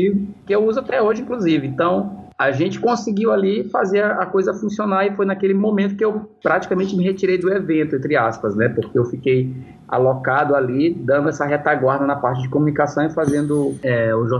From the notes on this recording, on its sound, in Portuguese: O bate-papo aconteceu. Via Skype.